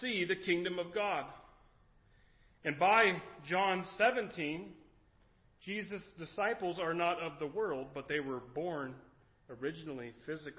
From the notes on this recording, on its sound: Recorded at Kamiah Valley View Church of the Nazarene